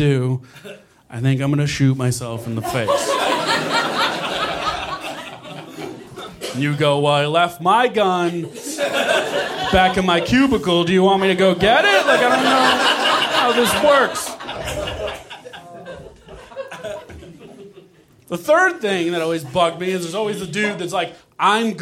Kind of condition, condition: setting, live audience